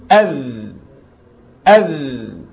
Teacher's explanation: لكن الثاء أس أهو الهوى طالع، الذاء ما يخرجش فيها هوا كده، ما نقولش أذ غلط بل نقول أذ أذ، فاللي بيجري هو الصوت مش النفس